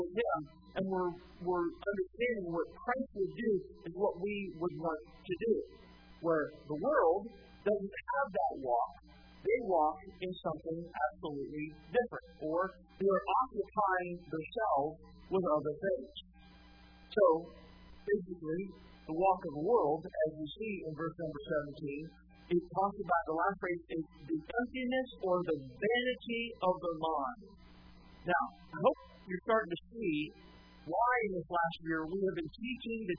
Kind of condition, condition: setting, large echoing room